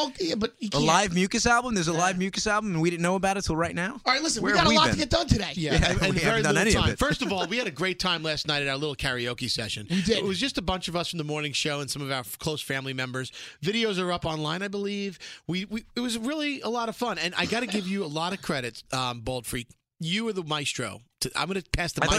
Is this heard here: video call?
no